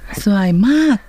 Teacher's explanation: くというつもりで小さいつで止めるということですね。くはもう発音しない